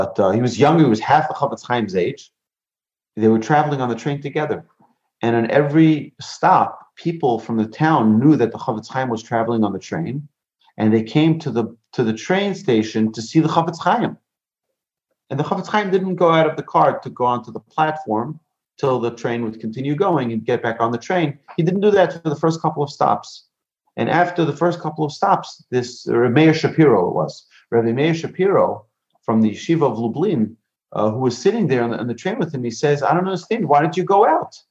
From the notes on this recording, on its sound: Recorded presentation to an online audience at Cong. Beth Yeshurun. In Houston, Texas.